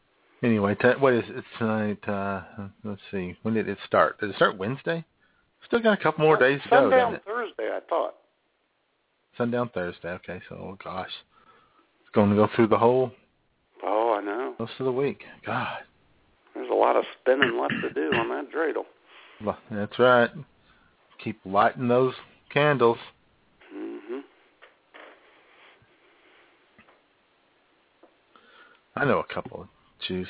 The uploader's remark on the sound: All that, plus your phone calls!